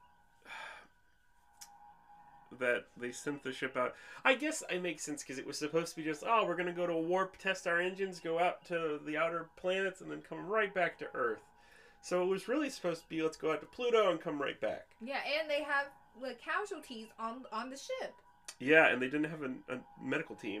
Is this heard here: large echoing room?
no